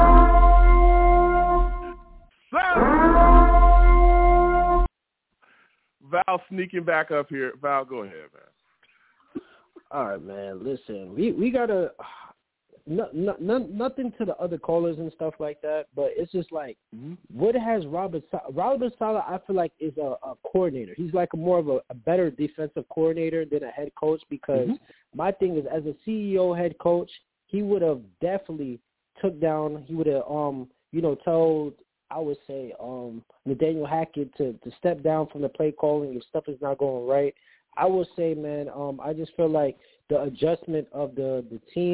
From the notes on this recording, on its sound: New York Jets VS Miami Dolphins post-game show! I take live callers!